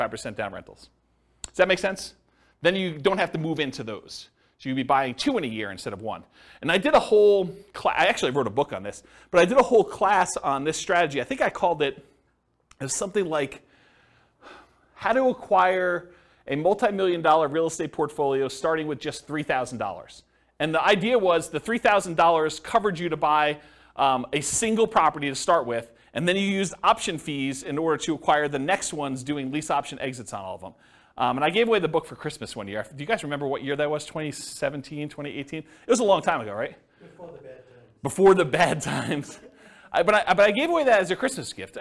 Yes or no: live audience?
yes